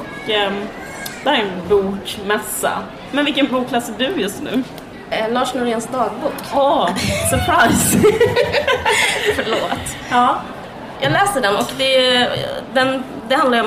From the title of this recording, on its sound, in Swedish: Live på Bokmässan